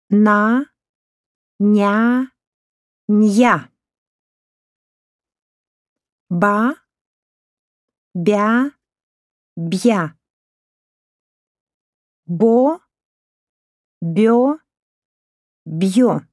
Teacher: nella prima sillaba la consonante non è palatalizzata. Nella seconda è palatalizzata. E nella terza la consonante si pronuncia palatalizzata e separata dalla vocale.